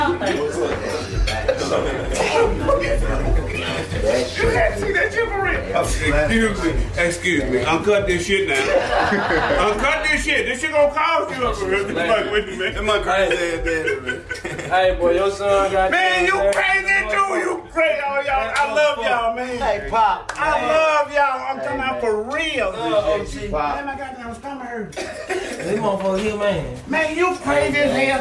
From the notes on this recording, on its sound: The New York City Roast Session Show. The 85 South Show took the live show to New York for two sold out shows. In the second sold out show from The Big Apple!